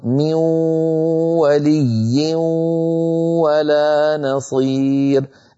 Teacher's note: الغنة بقيت، ليس فقط بقيت بل طولت وصارت ممطوطة · Term: الإدغام بغنة